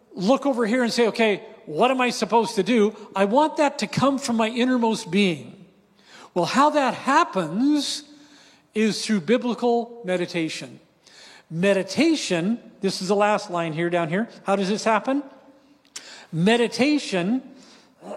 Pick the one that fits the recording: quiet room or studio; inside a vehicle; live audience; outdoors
live audience